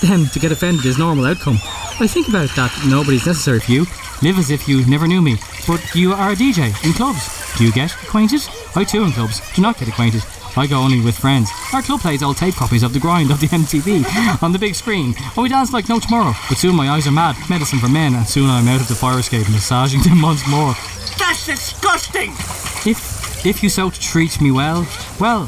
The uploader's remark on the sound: Live from the Silver Strand! A large ship nearly crashes into the hosts. A live radio broadcast from the Silver Strand in the cold of an Irish summer.